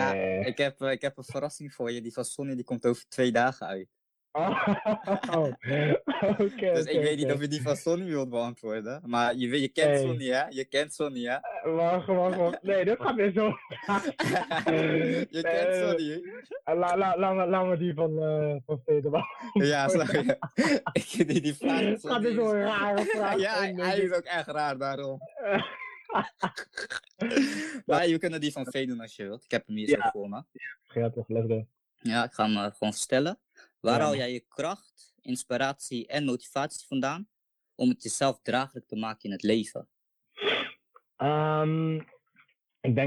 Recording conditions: video call